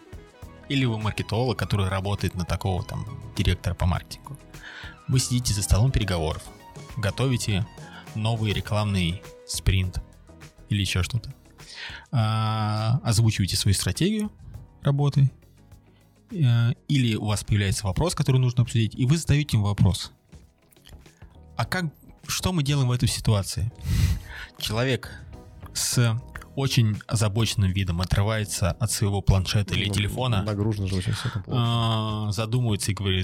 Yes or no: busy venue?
no